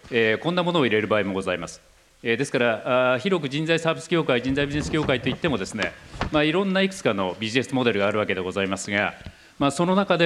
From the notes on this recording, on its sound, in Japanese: 東京・東銀座の時事通信ホールで行われた「ラジオNIKKEI 相場の福の神 注目企業ＩＲセミナー」から